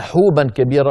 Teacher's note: حوبا بضم الحاء وليس ليست الحاء مفتوحة